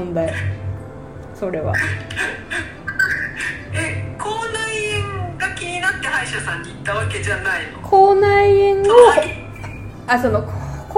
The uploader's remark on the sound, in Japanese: カラオケルームで収録しているため、音声がいつもより聞きづらいかと思います…ごめんなさいー